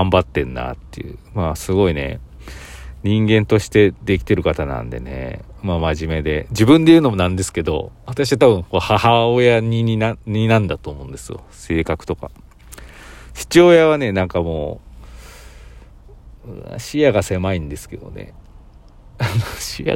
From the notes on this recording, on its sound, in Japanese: コインランドリーの駐車場で収録しました。